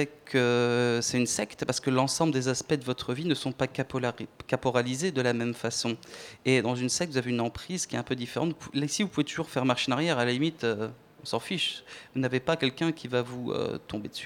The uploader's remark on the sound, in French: Au programme de cette Matinale spéciale en direct depuis le Museum National d'Histoire Naturelle.